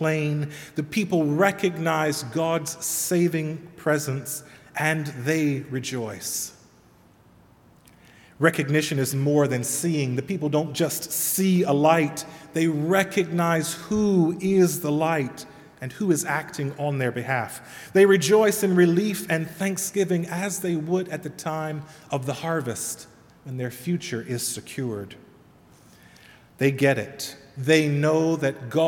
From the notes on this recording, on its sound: Sermon delivered at All Saints Kingsway